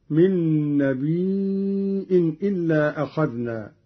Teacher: قرأ قالون بهمز الياء هكذا: من النبأ وهو الخبر. وما أرسلنا في قرية من نبي إلا أخذنا أهلها بالبأساء والضراء، قرأ قالون بهمز الياء: من نبي إلا أخذنا، من النبأ وهو الخبر، ويصير عنده مدا متصلا.